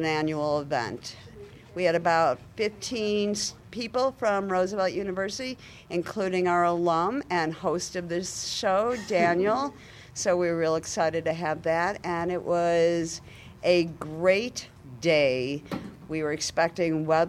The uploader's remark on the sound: Podcasting live at the 2015 Disability Pride Parade in Chicago as part of the #ADA25Chicago.